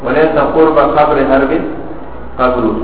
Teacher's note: دې کښې دا قرب او قبر دا قریب المخرج جمع شوي وليس قرب قبر حرب قبر نو دې ته تناقض د کلماتو